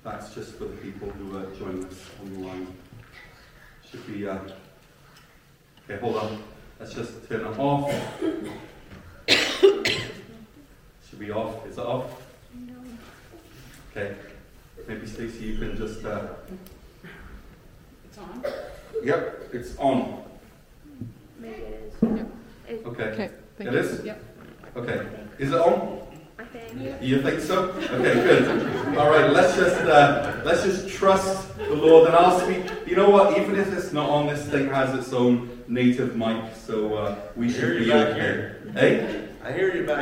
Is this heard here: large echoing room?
yes